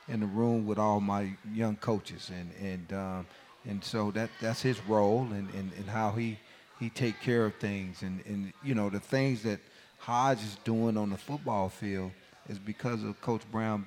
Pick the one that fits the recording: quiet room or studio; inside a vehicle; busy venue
busy venue